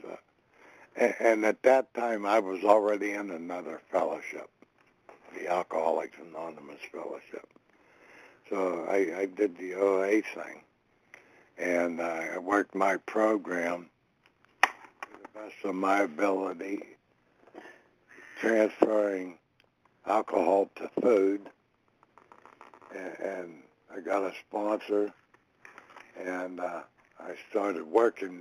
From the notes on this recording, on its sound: 100 Pounders Phone Meeting.